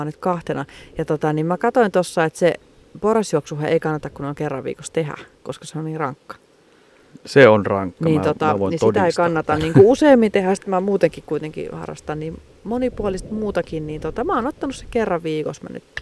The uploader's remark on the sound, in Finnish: Jakso äänitetty pihalla joten ulkoilman korkea happipitoisuus aiheuttaa hetkittäin tarinankerronnassa hyppyjä.